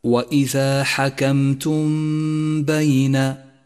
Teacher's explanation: سادسا، لاحظ حكم الإخفاء الشفوي في قوله تعالى وإذا حكمتم بين، وإذا حكمتم بين، جاءت الميم الساكنة وجاء بعدها حرف الباء وهو حرف الإخفاء الشفوي الوحيد، والواجب هنا أن نخفي الميم في الباء وأن نقف على الميم بغنة زمنها حركتان